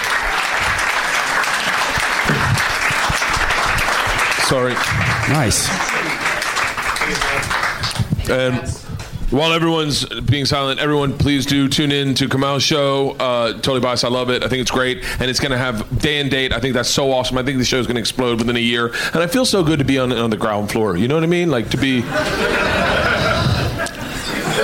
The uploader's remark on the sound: Live from the Helium Comedy Club in Philadelphia